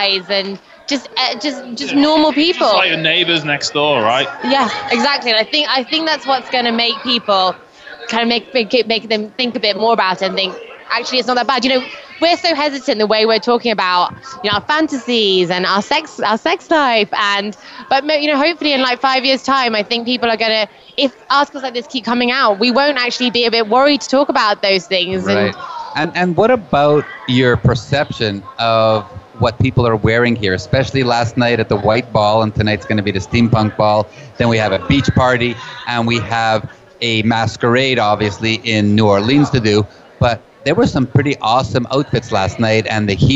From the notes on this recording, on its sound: Live from Naughty in N'Awlins, the largest lifestyle convention for couples, in the world. With over 2,000 guests this event is not only a full takeover of one of the French Quarter's biggest hotels, it takes over Bourbon Street too.